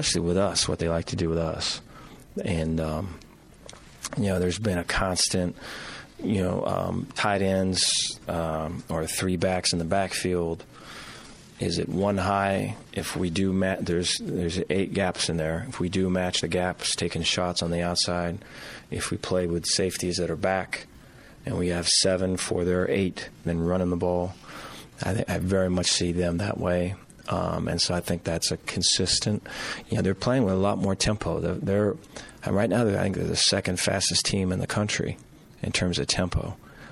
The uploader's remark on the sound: Press Conference